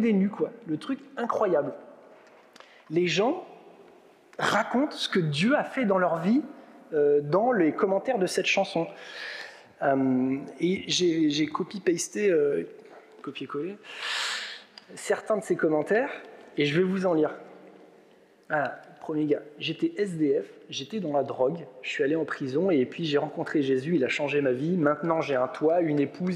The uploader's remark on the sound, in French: Enregistré à l'église CVV, le 12/06/2022